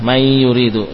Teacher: Mai yuridu jelas hilang. Berubah menjadi ya. · Term: idgham